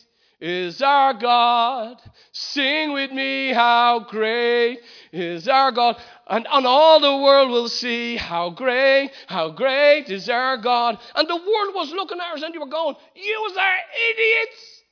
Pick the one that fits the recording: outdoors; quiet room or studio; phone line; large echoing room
large echoing room